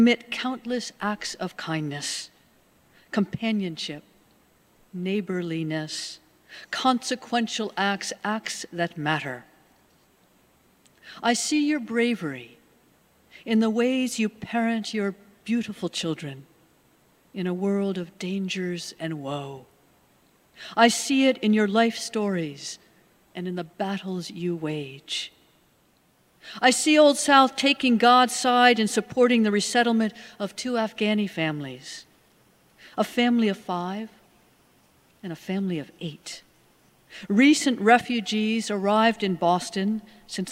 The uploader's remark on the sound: Sermons from Old South Church in Boston.